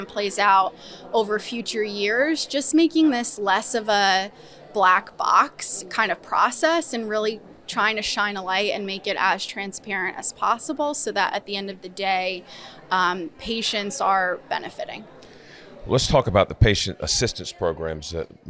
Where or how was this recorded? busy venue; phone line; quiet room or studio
busy venue